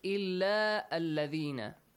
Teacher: So since we are joining two words and hamzatul wasl will be in the between, it will be skipped.